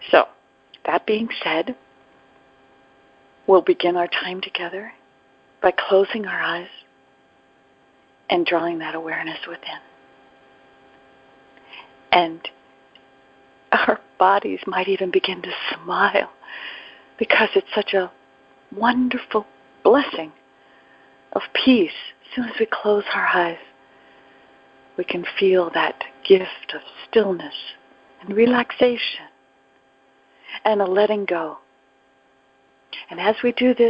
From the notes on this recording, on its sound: ACIM Daily TEXT Conference Call.